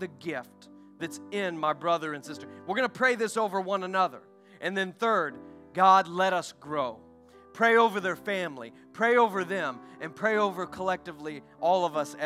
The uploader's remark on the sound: During our Sunday evening gathering on May 21, 2023. We are an Apostolic, Pentecostal church located in Poplar Bluff, Missouri.